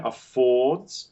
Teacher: just drop that R completely